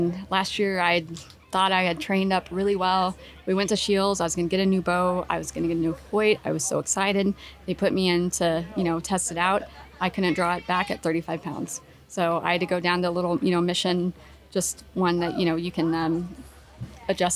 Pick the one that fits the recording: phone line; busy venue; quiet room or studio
busy venue